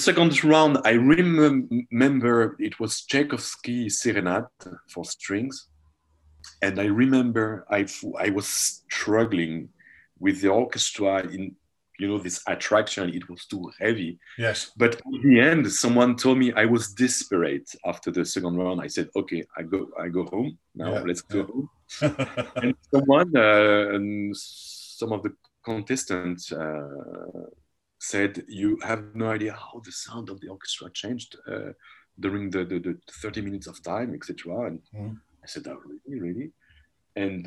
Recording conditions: video call